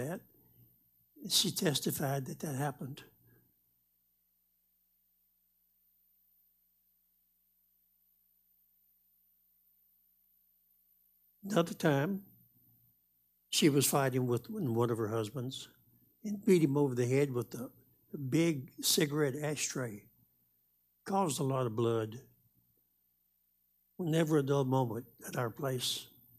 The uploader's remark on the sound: Live Wednesday Evening Service